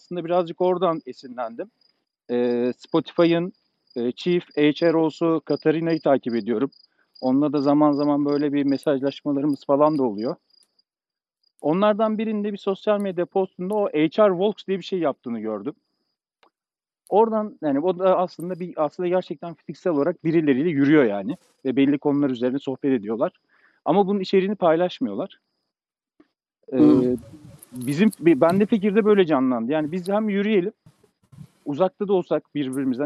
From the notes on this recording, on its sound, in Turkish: Agile Walks. Yürüyüş yaparken Agile sohbetlerini kayıt altına aldıkları keyifli bir podcast serisi.